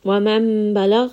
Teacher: Noon is going to be switched into a meme. And the next letter is ba. · Term: iqlab